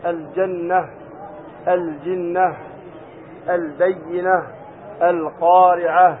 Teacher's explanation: ها التأنيث المرسومة بالتاء المربوطة يقف عليها بالهاء